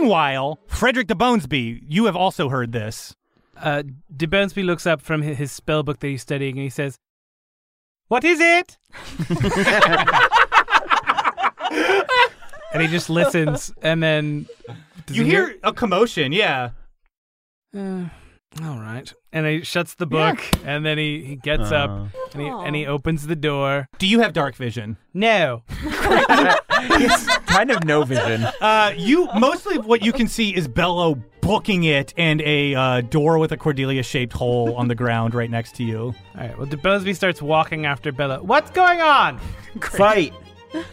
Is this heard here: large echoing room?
no